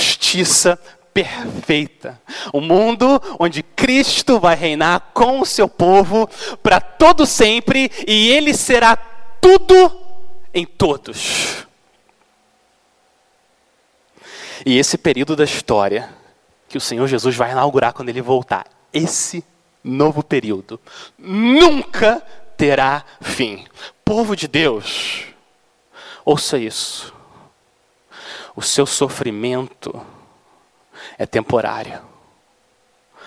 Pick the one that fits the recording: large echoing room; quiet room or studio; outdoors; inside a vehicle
large echoing room